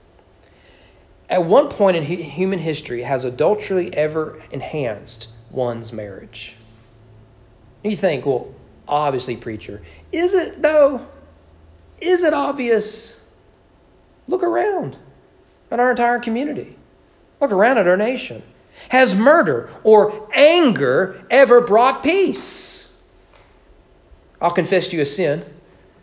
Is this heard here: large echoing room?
yes